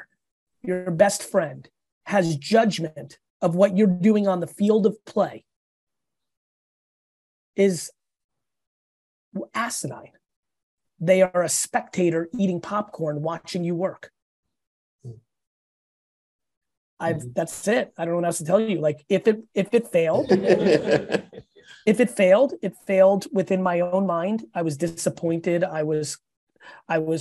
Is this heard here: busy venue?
no